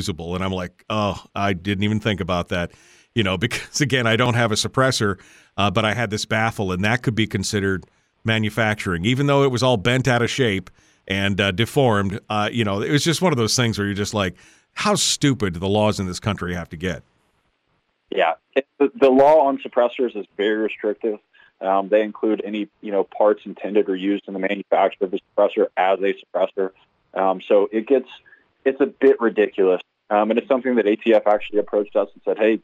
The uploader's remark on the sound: we'll open up some phones for Q&A as well